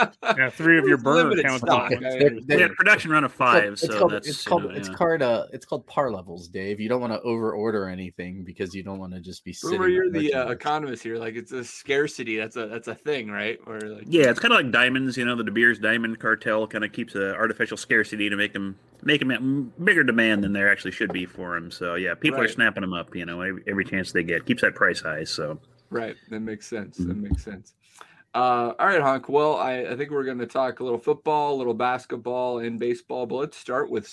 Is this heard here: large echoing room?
no